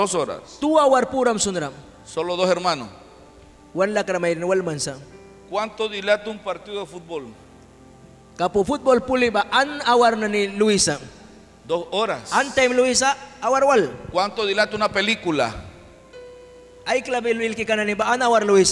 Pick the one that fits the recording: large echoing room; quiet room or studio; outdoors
large echoing room